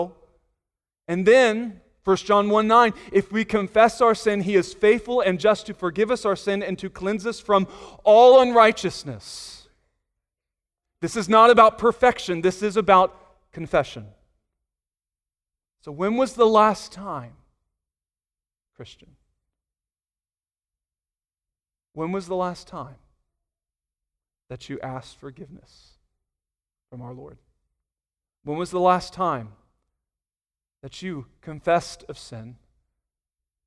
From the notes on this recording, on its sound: Sunday Morning Sermon Audio